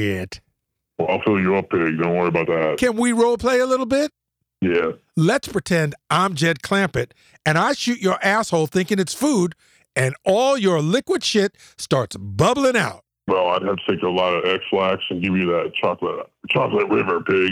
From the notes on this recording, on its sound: Phony Phone Call